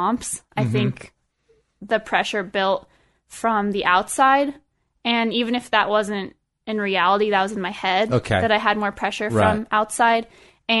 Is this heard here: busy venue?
no